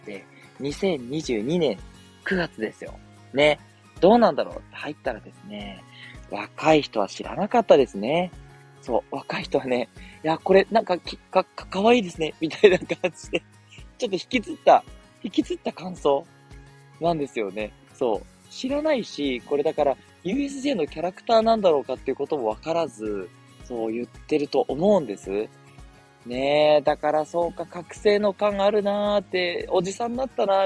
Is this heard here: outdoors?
yes